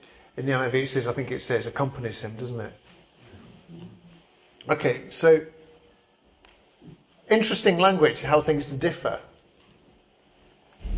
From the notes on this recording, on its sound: Preached at St Barnabas, Swanland on 10th December 2023